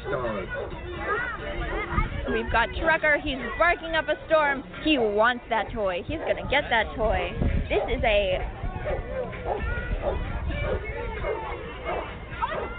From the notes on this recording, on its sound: take in the sights and sounds of America's Family Pet Expo at the Orange County Fiargrounds.